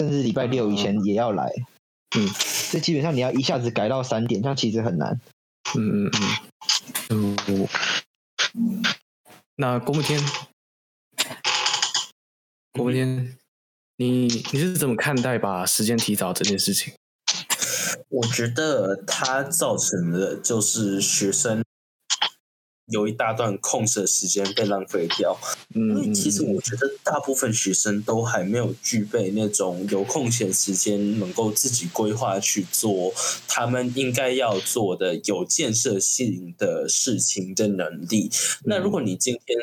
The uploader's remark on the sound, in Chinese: 本集的收音糟糕透頂請見諒